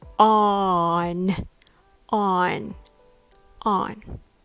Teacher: And come on has the stress on the second syllable, on. So in both cases, the stressed syllable is pronounced more open. Stretch out the vowel and say ah, like when your doctor asks you to open your mouth and say ah, on, on, on.